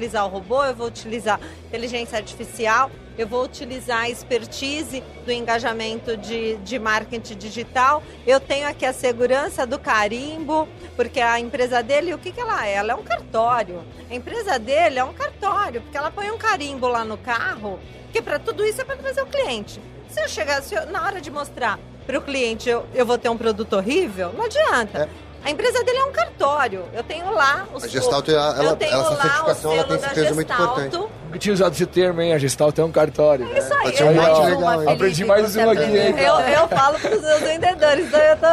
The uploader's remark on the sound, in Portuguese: Foi gravado diretamente do 30° Congresso Expo Fenabrave, no estande da Auto Arremate® e Linx.